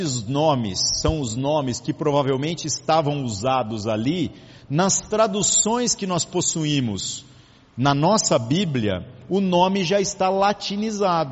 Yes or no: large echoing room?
yes